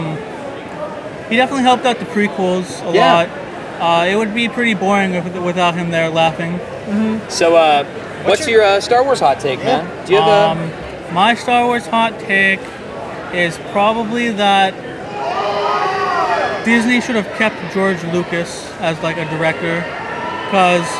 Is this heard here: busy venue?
yes